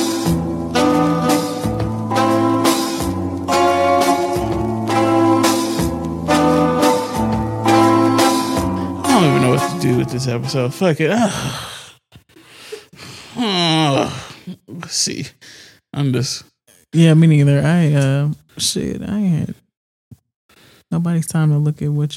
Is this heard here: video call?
no